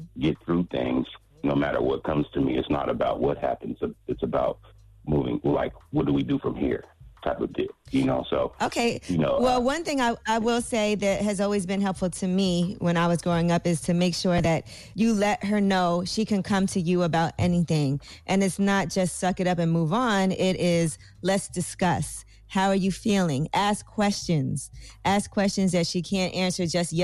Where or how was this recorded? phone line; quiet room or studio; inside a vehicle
phone line